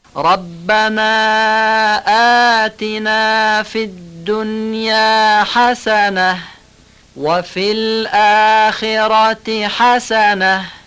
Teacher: حسنتن میشه حسنه، یعنی ته گر تبدیل به هم میشه در هر دو مورد